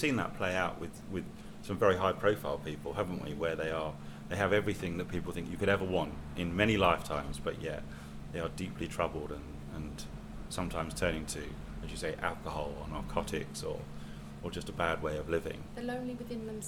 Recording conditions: sounds in the background